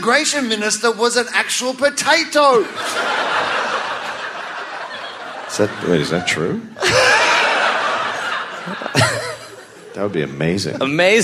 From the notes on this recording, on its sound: Live from Canberra, Australia